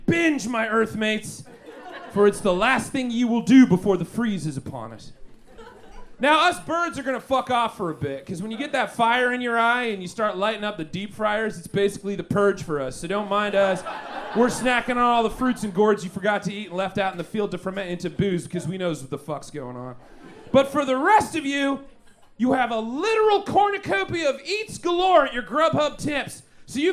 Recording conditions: busy venue